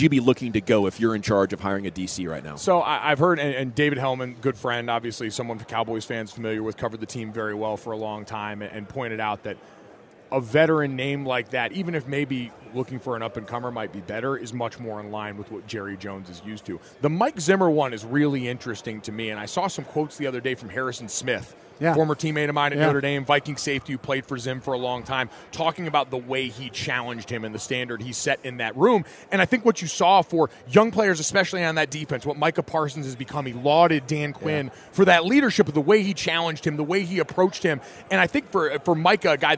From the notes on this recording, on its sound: Joins the Nation live from Super Bowl Radio Row.